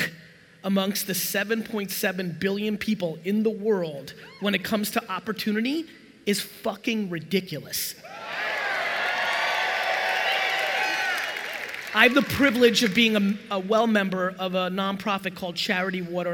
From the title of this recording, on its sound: A FIRE Keynote in Orlando, Florida